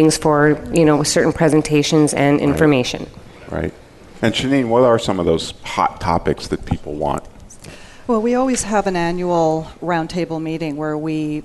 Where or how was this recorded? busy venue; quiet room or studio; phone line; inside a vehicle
busy venue